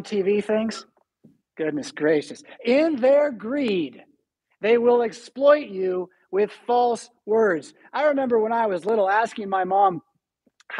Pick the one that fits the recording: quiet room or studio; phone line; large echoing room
large echoing room